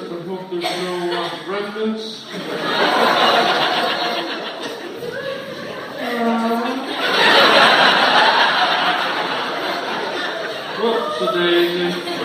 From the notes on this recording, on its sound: Live stand up in IRELAND at an Irish comedy festival. A war expert phones.